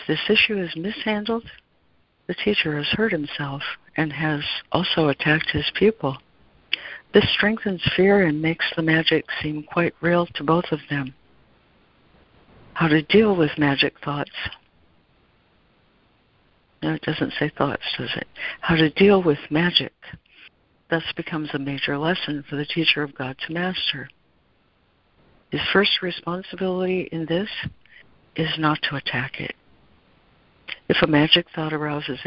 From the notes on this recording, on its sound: ACIM Daily Conference Call